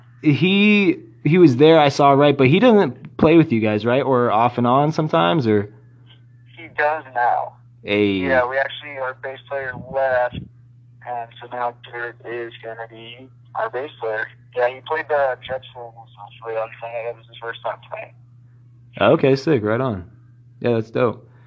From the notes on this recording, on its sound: phone interview